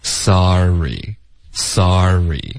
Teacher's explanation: 如果你气流是连贯的说出来 sorry，你这个 sa 结尾呢就会自然而然出现一个 r 的音